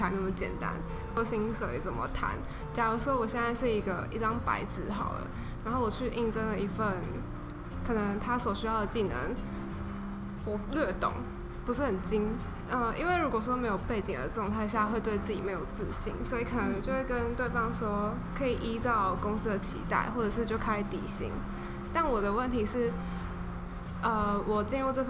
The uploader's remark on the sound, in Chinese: 錄製時天氣下雨打雷，很抱歉真的修不掉，請大家幫忙自動過濾背景音。